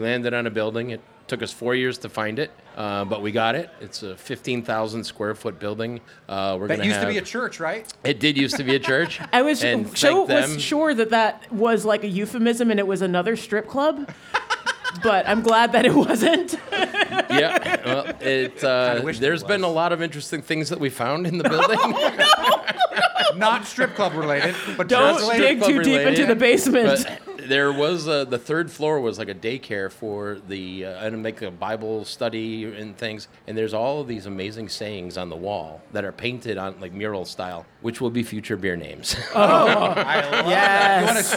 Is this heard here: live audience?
yes